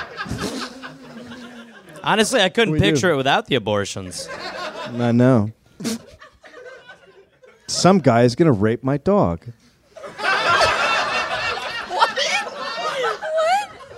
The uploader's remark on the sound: Recorded live at The Nerdmelt Showroom in LA.